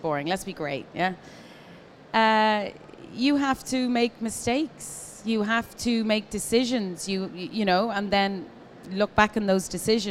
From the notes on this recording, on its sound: Live from Commercial Kitchen. Was recorded live.